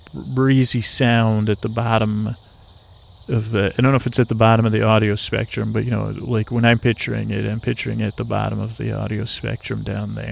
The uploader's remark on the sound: On Location. An ambient episode recorded on the edge of dusk in Florida, listen a rest as I listen and comment on the sounds of the swamp.